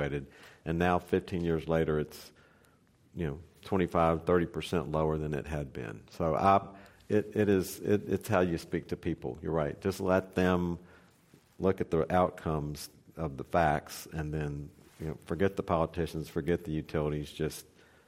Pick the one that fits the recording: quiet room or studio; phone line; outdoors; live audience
live audience